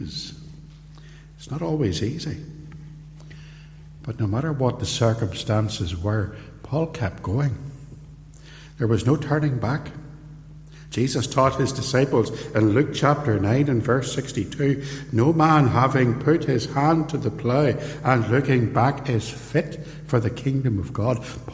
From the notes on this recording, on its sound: Recorded live at Templepatrick Reformed Church